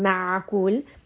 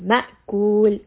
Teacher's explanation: So this is Hamza, which has shidda, meaning that there is no sound flow at all. · Shown in: second take